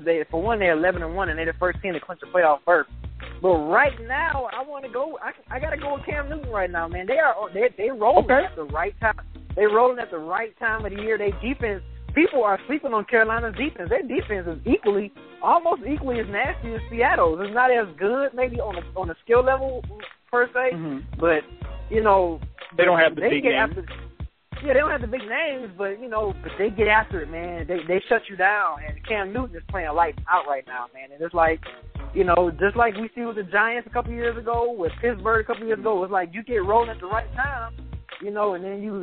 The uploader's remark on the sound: We take live calls on the air